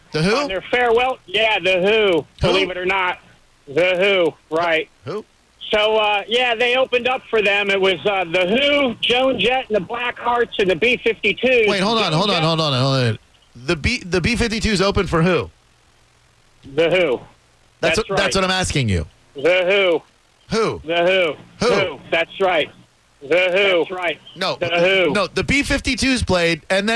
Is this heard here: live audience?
no